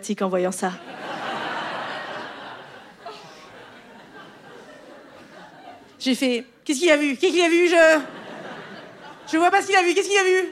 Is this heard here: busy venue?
yes